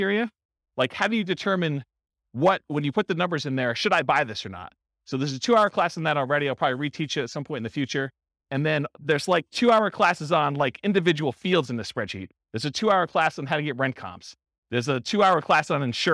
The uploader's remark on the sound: This was a live class recorded